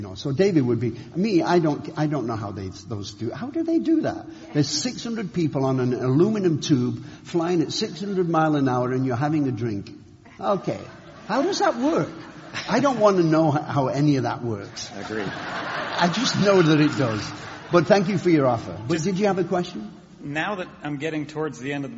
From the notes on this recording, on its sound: This program was recorded in front of a live audience at The Commonwealth Club of California on November 15, 2013